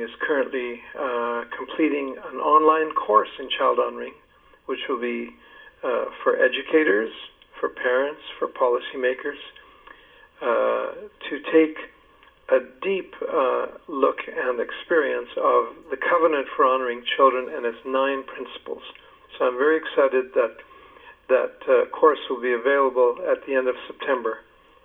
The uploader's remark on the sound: I spoke on the phone